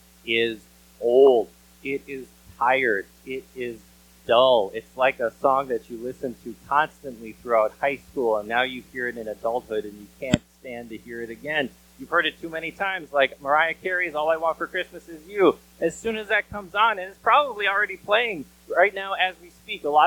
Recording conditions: drop-outs